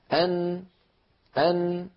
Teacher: اللسان يقرع مخرج النون وأن هذا القرع لطرف اللسان يصاحبه غنة من الخيشوم · Term: الغنة